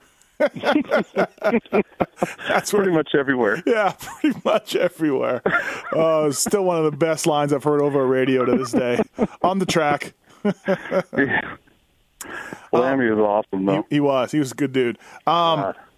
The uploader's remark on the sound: I call up Monster Kawasaki's truck driver